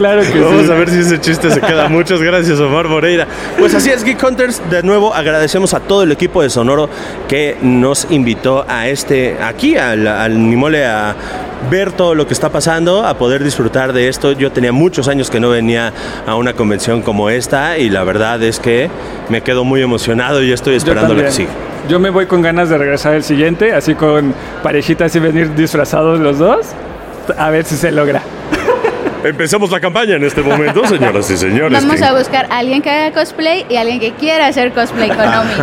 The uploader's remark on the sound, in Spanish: Recorrimos los pasillos de la AniMole 2023 y les grabamos un episodio desde la cabina de Sonoro. Recorrimos los pasillos de la AniMole 2023 y les grabamos un episodio desde la cabina de Sonoro.